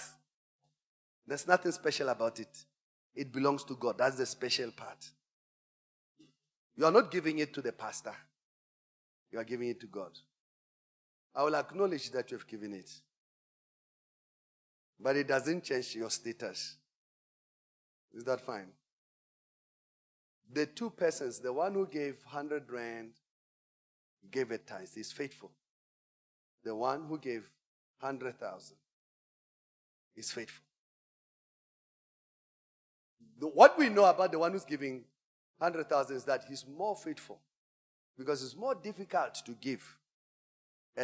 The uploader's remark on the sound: Preached at Emmanuel Christian Church, Arcadia Campus.